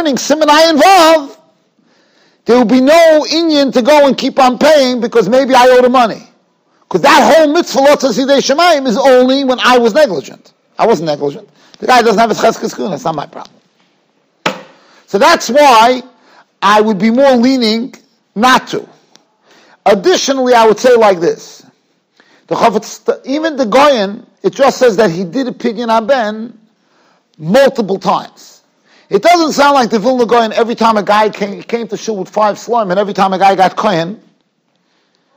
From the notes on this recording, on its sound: Shiur recorded in Yeshivas Ohr Reuven, Monsey, NY.